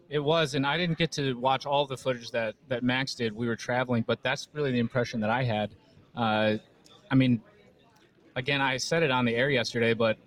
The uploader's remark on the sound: Live From The Reawaken America Tour in San Antonio, TX!